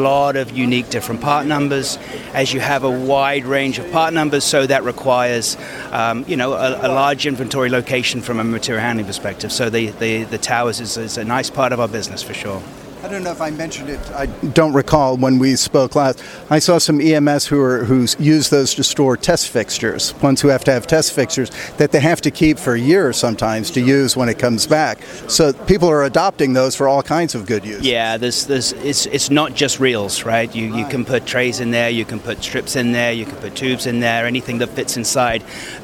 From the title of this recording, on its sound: At APEX 2023 – EMSNOW & SCOOP On Location